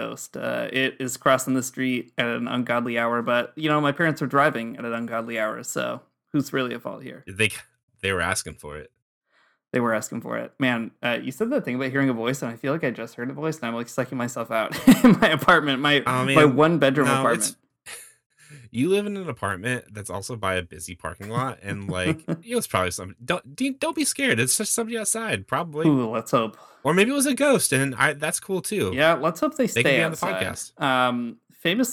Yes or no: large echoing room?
no